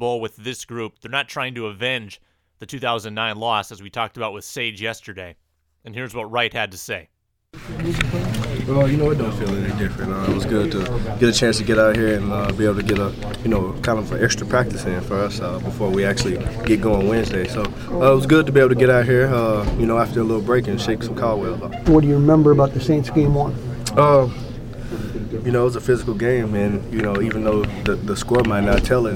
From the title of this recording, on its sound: Locker Room Sound From Winter Park